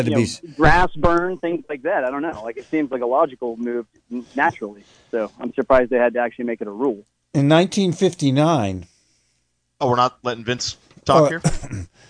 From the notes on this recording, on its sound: an hour of community call ins